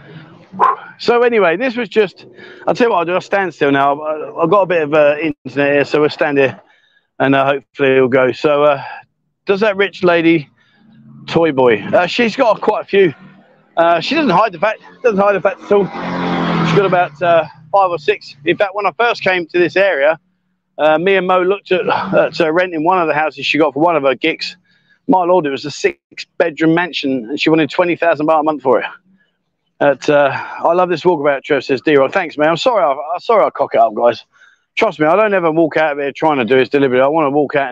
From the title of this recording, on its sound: LIVE walkabout but not in Pattaya